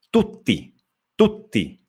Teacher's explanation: Il tu è molto rapido e poi inizia subito la T · Term: la doppia